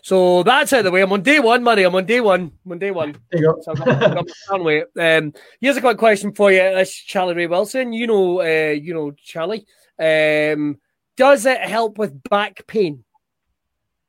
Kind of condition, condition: link, video call